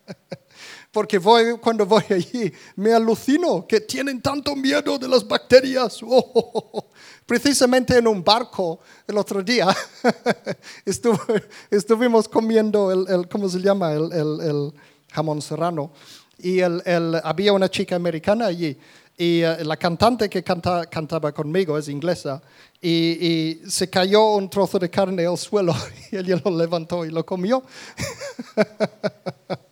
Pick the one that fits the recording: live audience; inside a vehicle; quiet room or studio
live audience